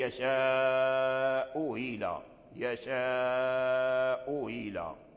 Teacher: أي سهلوا الهمزة المكسورة التي قبلها همزة مضمومة · Term: التسهيل